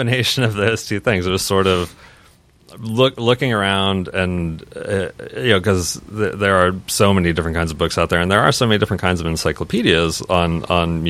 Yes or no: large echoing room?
no